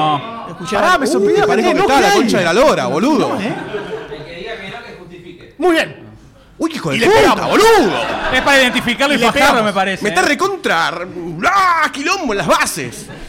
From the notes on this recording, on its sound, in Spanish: ¿Y qué ocurre cuando se graba un podcast sobre este film frente a una audiencia de decenas de personas, todas ávidas por opinar? Episodio grabado en vivo, in the flesh, en la #LunfaBlockParty.